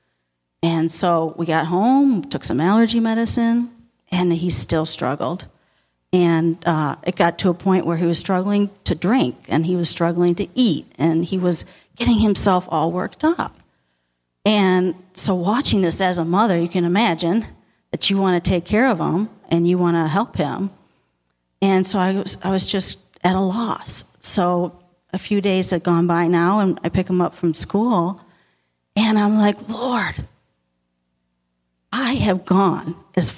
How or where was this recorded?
large echoing room